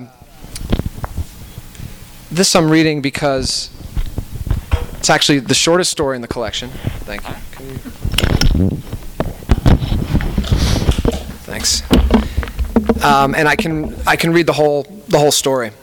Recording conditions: busy venue